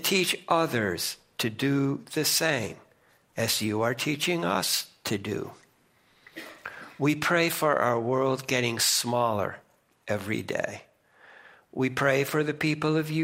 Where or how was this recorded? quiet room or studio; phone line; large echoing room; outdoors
large echoing room